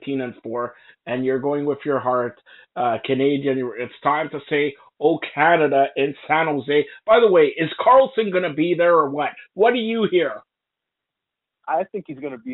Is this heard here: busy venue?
no